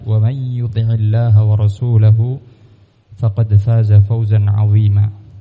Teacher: di situ terdapat nun sukun yang diidghamkan ke dalam huruf ya, dan di sini idghamnya disebut dengan idgham bi ghunnah.